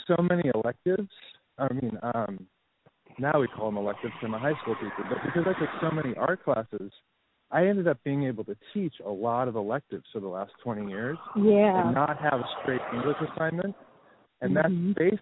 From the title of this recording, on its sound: Walk & Talk